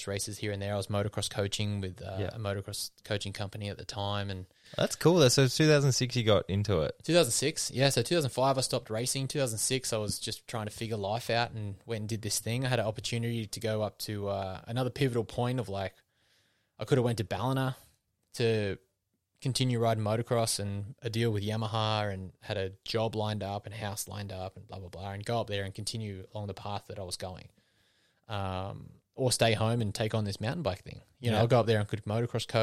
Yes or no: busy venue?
no